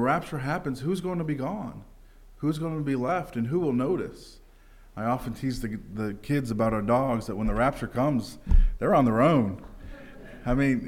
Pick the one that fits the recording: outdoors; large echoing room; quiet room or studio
large echoing room